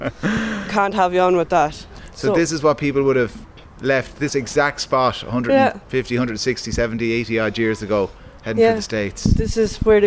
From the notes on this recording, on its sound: While broadcasting LIVE from the Dundrody Visitor Centre as part of the Kennedy Summer School